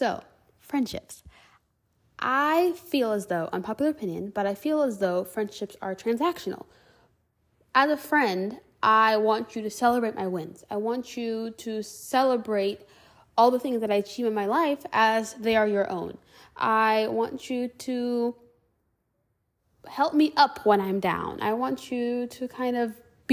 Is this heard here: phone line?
no